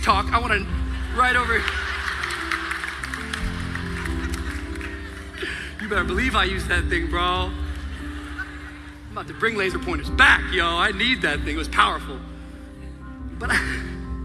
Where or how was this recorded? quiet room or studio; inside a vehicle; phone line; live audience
live audience